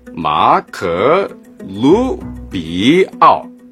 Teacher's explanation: Emphasis on the Lu, note the rising tone.